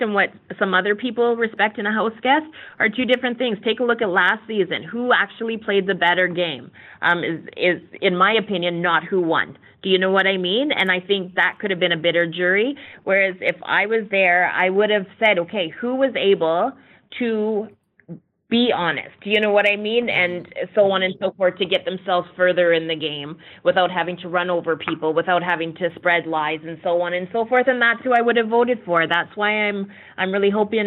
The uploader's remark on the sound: Phone Interview